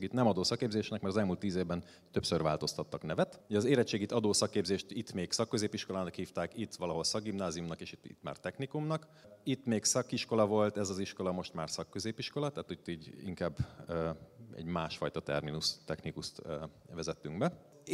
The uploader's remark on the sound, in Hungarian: a hatodik Qubit Live-on tartott előadásában